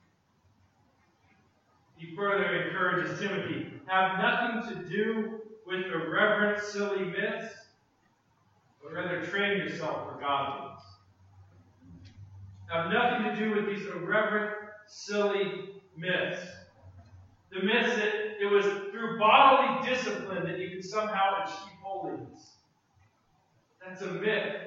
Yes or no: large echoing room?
yes